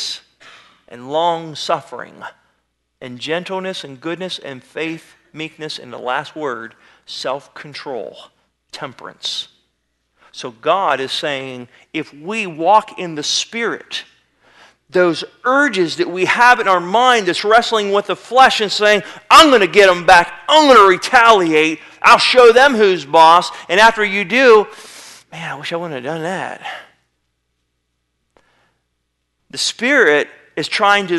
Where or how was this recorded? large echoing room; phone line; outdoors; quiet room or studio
large echoing room